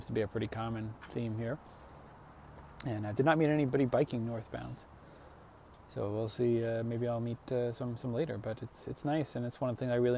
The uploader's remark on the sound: I rode south along the Pacific Coast from Lincoln City, OR to Crescent City, CA plus a few bonus days in the Redwoods. I put together some audio and photos from along the way.